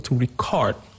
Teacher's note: You see that the extension, the higher pitch is on the second syllable